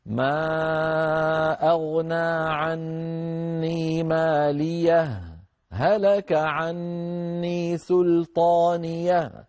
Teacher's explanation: طبعا السكت ما هو أيها الإخوة؟ فراغ، فراغ صوتي، فراغ ما في صوت يعني، لكن بدون تنفس، بدون تنفس.